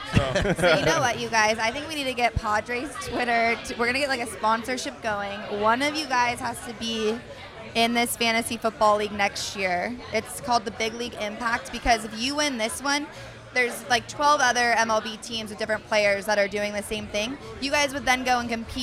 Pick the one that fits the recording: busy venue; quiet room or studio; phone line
busy venue